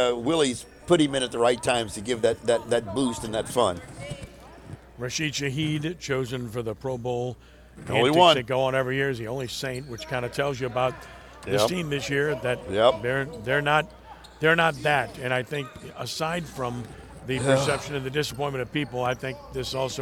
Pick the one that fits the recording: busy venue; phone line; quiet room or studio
busy venue